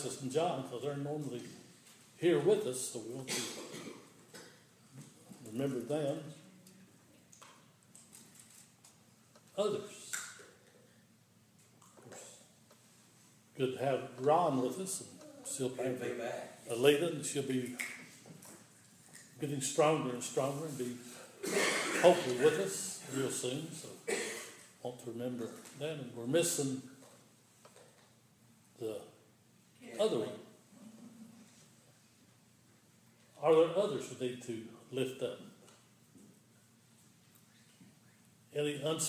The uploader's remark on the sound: This is an audio recording of the Sunday morning worship service at Persia United Methodist Church in Rogersville, TN on Sunday, January 10, 2016.